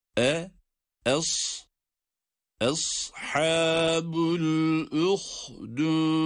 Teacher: Hemze sad harfine bağlanacak. Hemze sad harfine. Şimdi hemze e sesiyle, sad ise kalın.